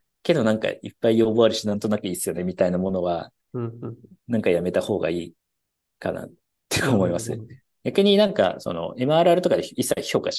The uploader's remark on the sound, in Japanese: 社内1on1を大公開！限りなくZoom音源を生々しくお届けします。